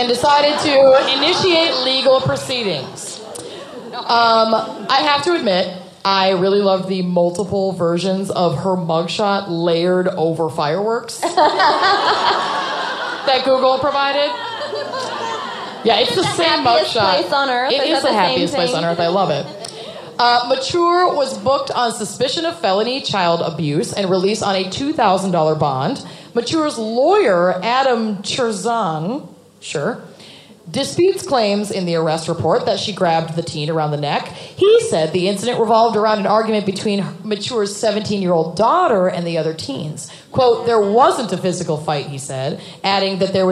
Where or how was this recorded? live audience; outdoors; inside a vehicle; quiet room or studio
live audience